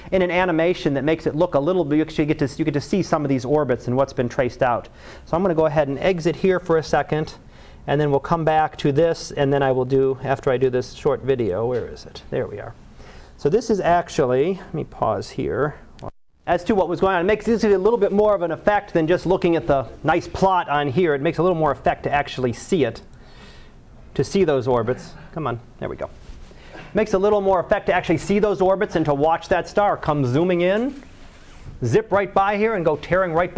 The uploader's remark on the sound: Live Class Lecture